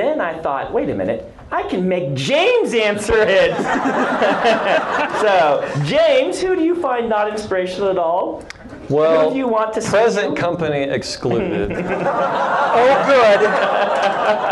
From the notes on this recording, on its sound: Recorded live at LTUE 2010, here's a high-energy Q&A session with the Writing Excuses crew.